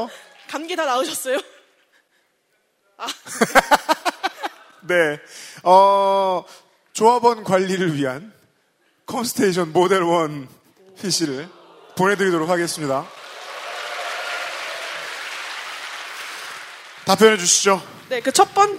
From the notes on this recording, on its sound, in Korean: 300회특집 공개방송